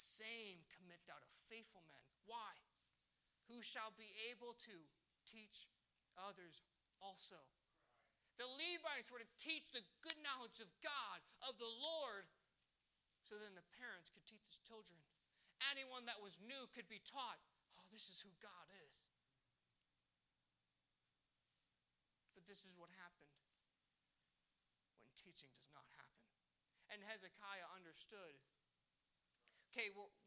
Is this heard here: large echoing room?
yes